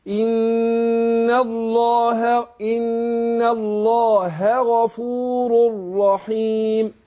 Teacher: الهاء عشان حرف خفاء فما تسقطش مننا